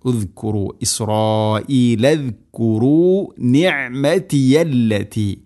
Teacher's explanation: ഇവിടെ നിഅമതി ഐൻ തൊണ്ടയുടെ മധ്യഭാഗമാണ് മഖ്റജ്. പ്രത്യേകം ശ്രദ്ധിക്കേണ്ടത് നിഅമതി അല്ലതി യാ എന്നതിനെ ഹംസയാക്കി ഉച്ചരിക്കരുത്.